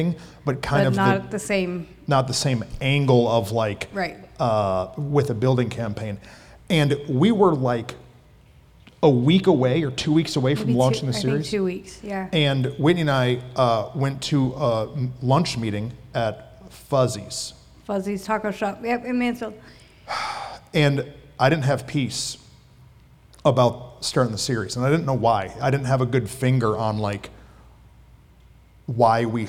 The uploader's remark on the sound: At our live recording event, we hosted a Q&A session!